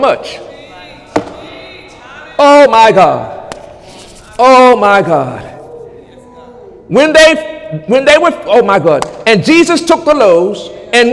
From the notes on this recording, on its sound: During Sunday morning service on November 26, 2017